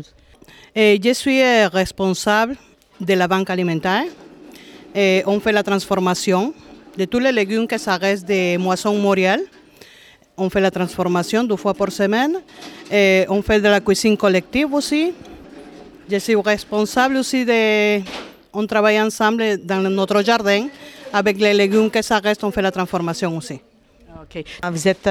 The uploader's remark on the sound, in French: Dans le quartier Duff-Court de Lachine. L’enregistrement de cet épisode s’est déroulé durant l’activité du dépannage alimentaire, le 8 mars 2023, dans le cadre de la Journée Internationale des femmes.